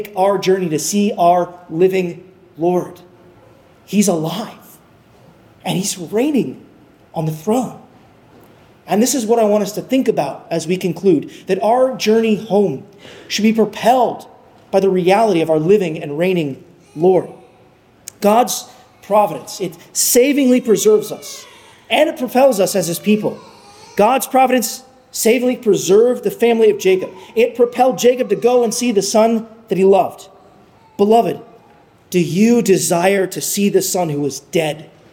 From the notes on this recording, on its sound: at Arlington Baptist Church in Arlington, Virginia